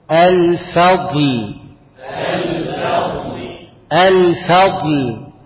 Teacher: يبقى خلي بالك عندك فاء ولام بينهم ضاد. ضاد حرف مفخم